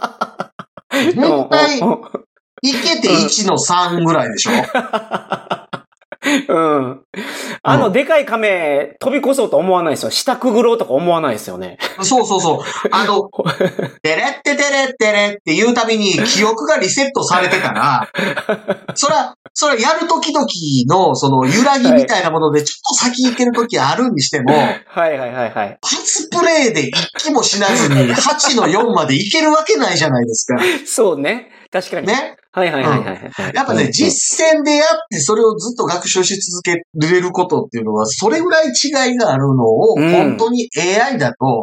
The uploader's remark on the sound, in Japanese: せっかくの始動のお知らせなのに音質が悪い…。